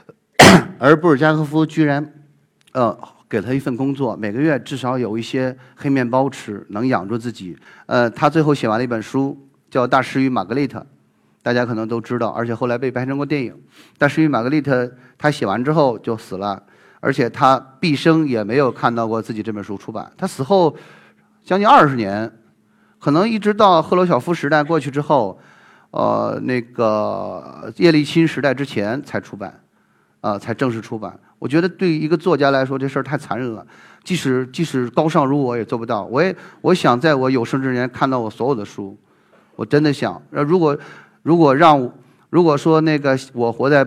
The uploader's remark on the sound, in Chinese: 一席现场